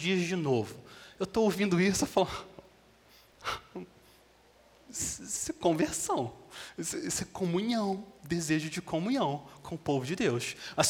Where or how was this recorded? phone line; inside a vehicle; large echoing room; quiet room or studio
large echoing room